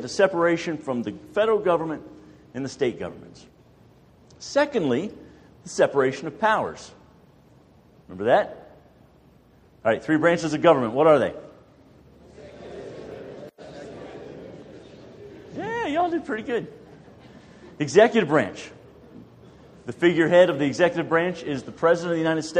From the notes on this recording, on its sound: More than a dozen churches in our community gathered for an evening of lectures and discussion. This is an audio recording of the second of the two lectures delivered.